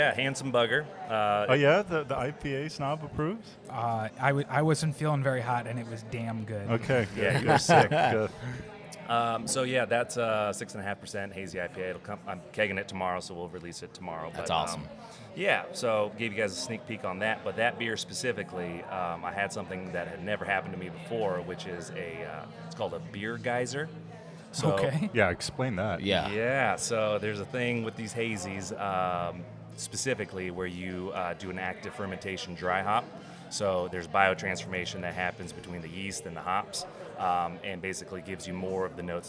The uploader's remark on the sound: The Flights of the Round Table are reporting live from Midnight Mulligan Brewery!